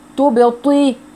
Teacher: والطاء مكسورة بس أبدا الطاء ما ترقق يا أخوات، ولا حتى يحصل فيها تفخيم نسبي أبدا، الطاء على طول مفخمة حتى وهي مكسورة. تبطي تبطي ومن غير هوا خالص، طي طي طي من غير هوا خلاص.